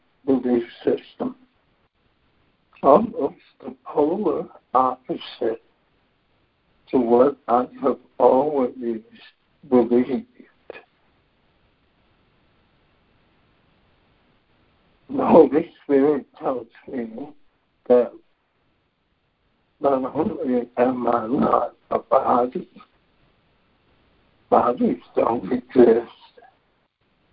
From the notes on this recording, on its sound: ACIM Daily Conference Call